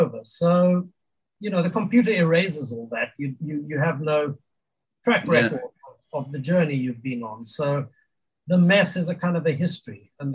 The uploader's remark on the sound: We met via Zoom